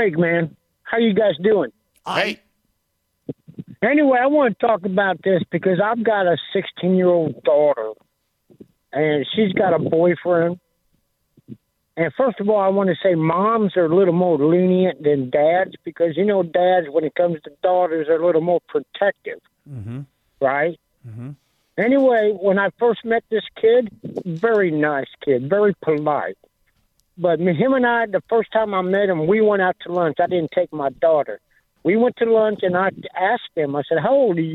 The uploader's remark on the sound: The phone lines continue to light up and share their opinions.